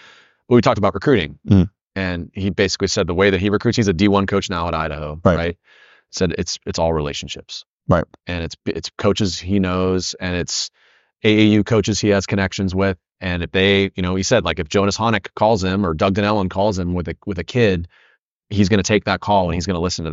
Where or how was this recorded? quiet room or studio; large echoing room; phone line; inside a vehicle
quiet room or studio